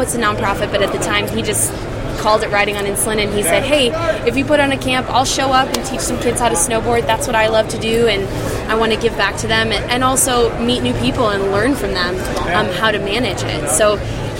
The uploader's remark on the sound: The Athlete On Fire show live from OR in Salt Lake City.